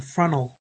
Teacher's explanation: there's a T tapping and a dark L